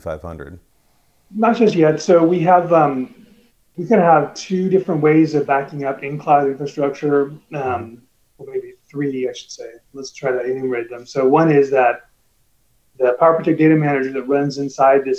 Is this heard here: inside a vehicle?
no